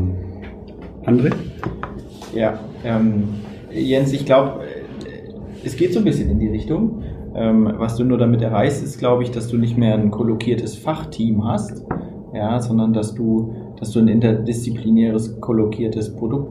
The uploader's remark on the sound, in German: Eindrücke vom ersten Bremer PM Camp. Danach ging es in 45-minütige parallel stattfindende Sessions, bei denen jeder selber über seine Tagesgestaltung entscheiden konnte. Führt Gespräche mit den Besuchern des ersten PM Camps in Bremen und zeichnet eine Live-Diskussion für diese Episode auf.